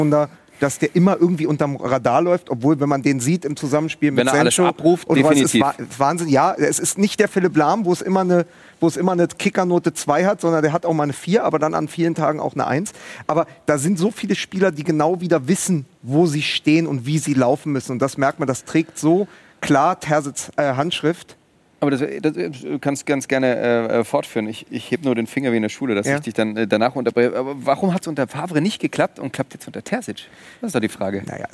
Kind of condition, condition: setting, busy venue